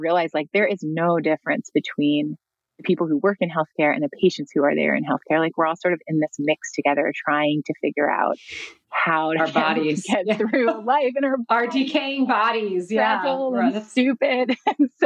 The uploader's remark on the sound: This episode was recorded at the 2021 Rock Health Virtual Summit.